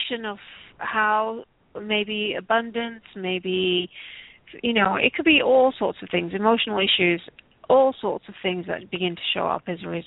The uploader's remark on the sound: Takes your calls for healing live today!